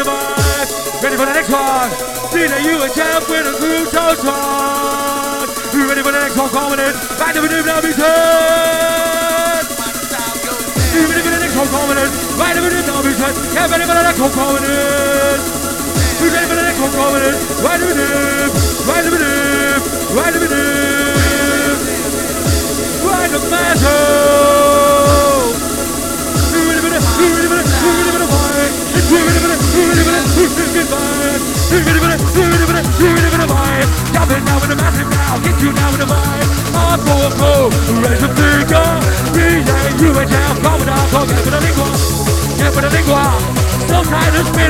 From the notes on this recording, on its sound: This was the 1st set that was recorded of me playing at Revolution (Formerly Uprising) in Sheffield 2000. This was the first time any recording was done as it was my first main room set for them.